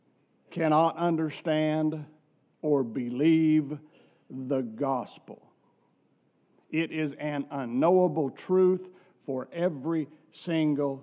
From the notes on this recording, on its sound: From our worship service on November 26, 2023.